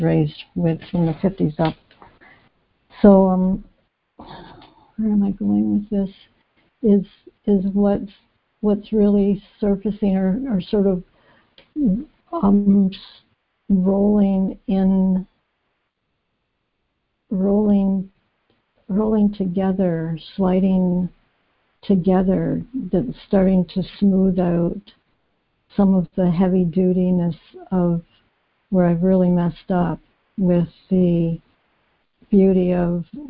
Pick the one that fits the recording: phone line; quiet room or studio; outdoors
phone line